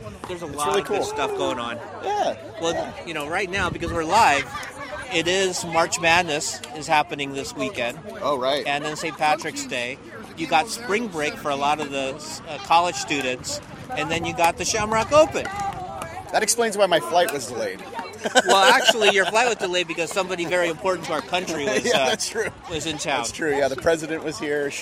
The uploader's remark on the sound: Shamrock Open Live in Las Vegas